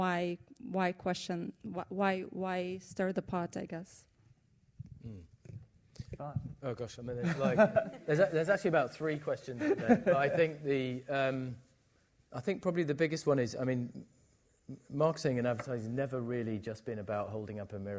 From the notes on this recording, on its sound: Recorded live at Saïd Business School (Oxford University), a panel of experts.